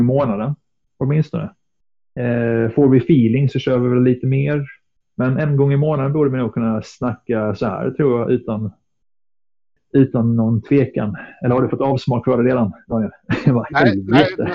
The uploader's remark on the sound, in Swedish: med en havererad mic